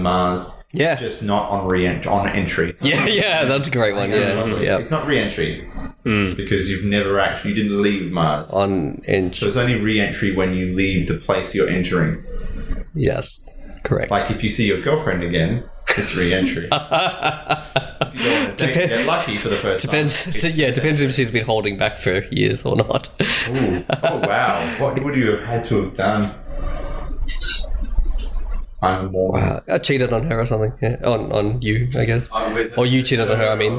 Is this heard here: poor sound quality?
yes